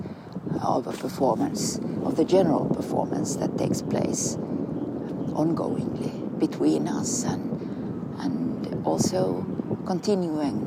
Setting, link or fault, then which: setting, outdoors